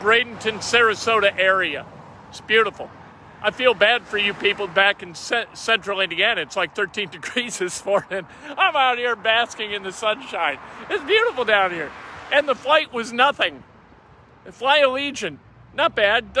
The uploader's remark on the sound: LIVE from "Largest Super Bowl Party" site in Tampa!